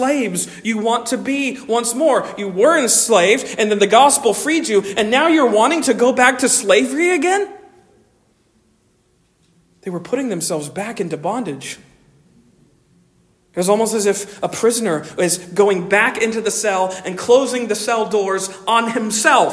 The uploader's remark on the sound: Originally delivered on 14 January 2024 at Stonington Baptist Church, Paxinos, PA. At Stonington Baptist Church, Paxinos, PA.